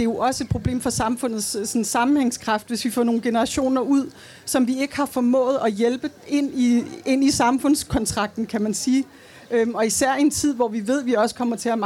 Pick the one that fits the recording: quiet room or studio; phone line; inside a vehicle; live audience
live audience